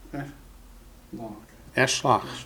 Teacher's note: And yishlach, the very same thing happens. The yi gets replaced by eh.